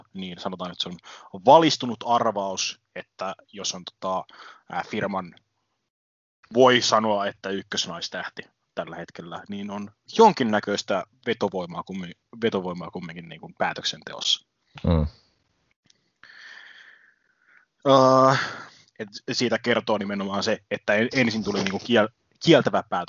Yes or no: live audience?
no